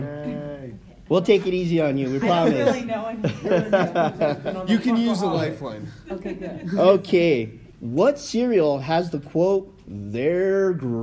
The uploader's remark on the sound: In todays episode we did our very first live panel at the Albuquerque Comic Con in Albuquerque, NM.